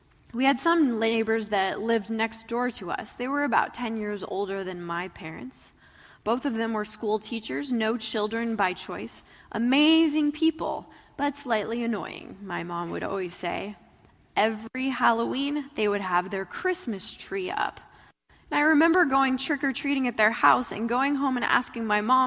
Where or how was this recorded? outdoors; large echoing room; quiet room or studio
large echoing room